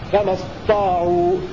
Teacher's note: بإدغام التاء في الطاء